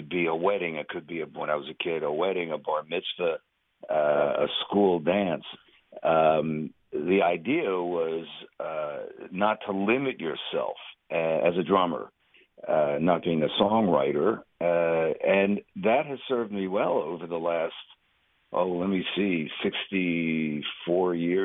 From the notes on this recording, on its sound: Chat by phone.